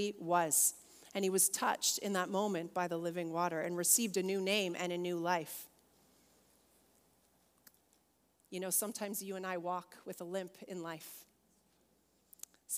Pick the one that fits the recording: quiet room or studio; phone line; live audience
live audience